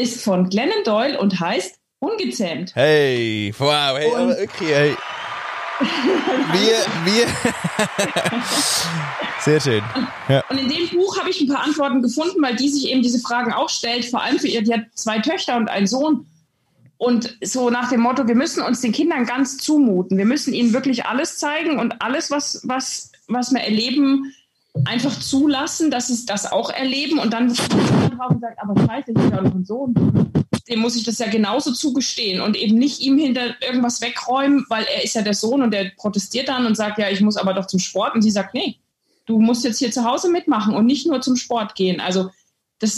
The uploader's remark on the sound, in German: Und das ist eine der drei Crash-In Sendungen! Es kommen also einfach Menschen rein in den Safe Space, unseren Zoom Dark-Room. Live aus unten rechts in Deutschland rein.